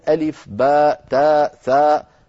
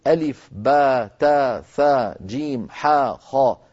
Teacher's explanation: والمد والقصر جميعا رويا في باء وتاء وثاء وحاء وخاء